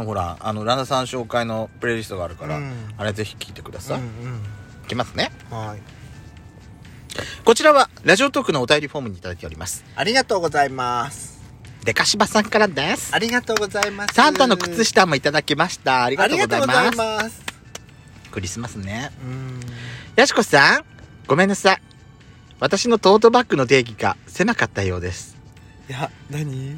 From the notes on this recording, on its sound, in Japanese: パーキング収録